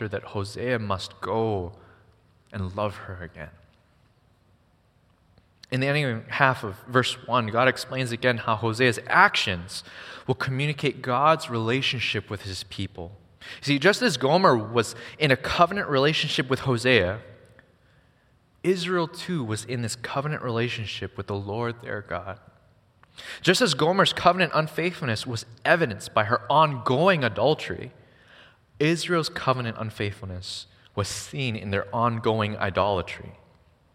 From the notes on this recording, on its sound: Recorded on February 4, 2024 at Waialae Baptist Church.